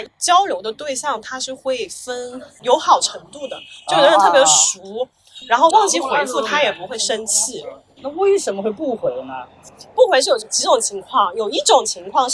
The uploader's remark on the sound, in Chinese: 前面杂音较多，后期我努力了 首次录制太随意，小声嘀咕.....